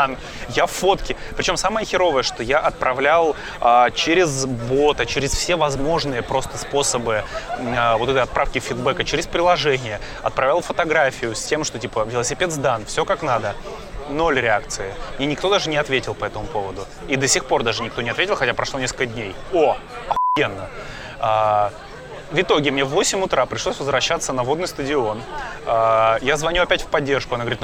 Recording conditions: busy venue